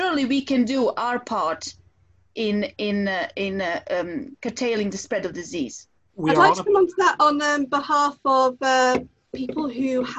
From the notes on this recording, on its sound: Pandemic Zoom Special.